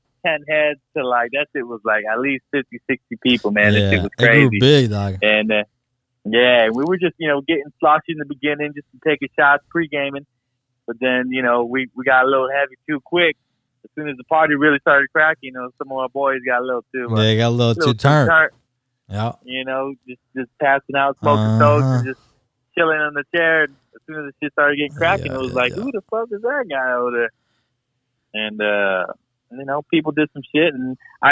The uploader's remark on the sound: two guest join us via telephone call